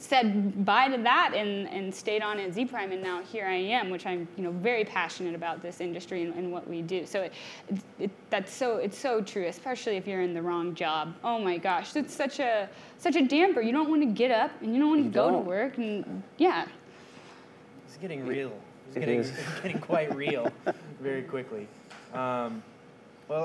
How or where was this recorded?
live audience